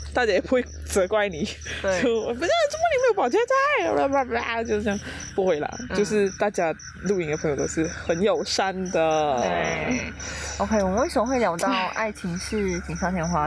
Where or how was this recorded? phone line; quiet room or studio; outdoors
outdoors